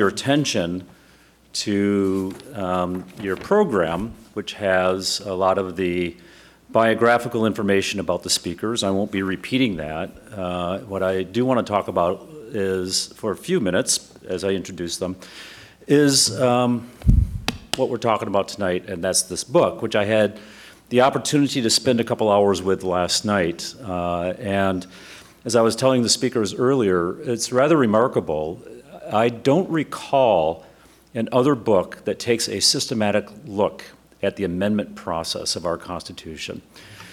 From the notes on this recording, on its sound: Constitution Day Celebration. Live audience Q&A.